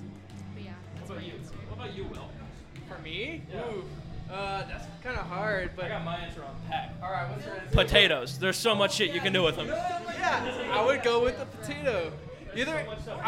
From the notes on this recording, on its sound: LIVE AND DIRECT FROM THE GALVAN BALLROOM